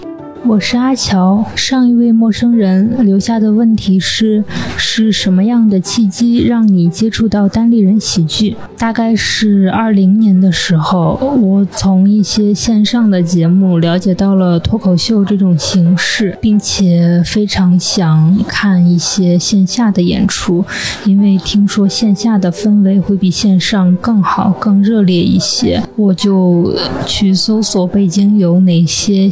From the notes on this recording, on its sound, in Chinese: 发现喜剧周嘉年华。在这场嘉年华中，我们再次搭建起了“陌声人电话亭”，让来到这里的人们用声音相聚！它的规则很简单，就是走进电话亭，按下录音键。受限于收音条件，背景音会有些嘈杂，偶尔会有声音忽大忽小的情况，也有因为参与的观众没有念出自己的问题，而导致问题不连贯的情况出现。